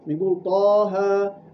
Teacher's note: أشبعت حركة الطاء فصارت ألفا، والهاء أصبحت ألفا